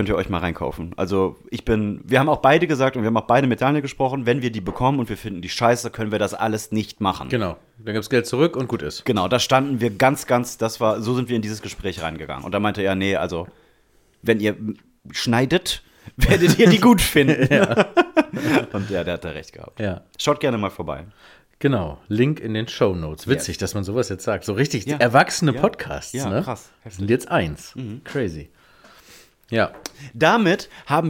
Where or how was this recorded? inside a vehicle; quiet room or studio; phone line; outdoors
quiet room or studio